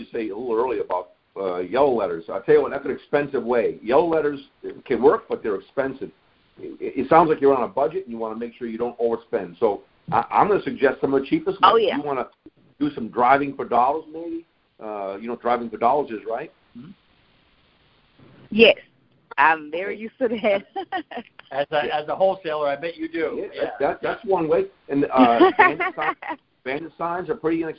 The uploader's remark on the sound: Gold Club Q&A Call